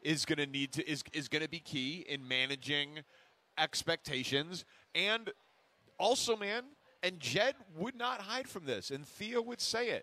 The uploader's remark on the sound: live at Cubs Convention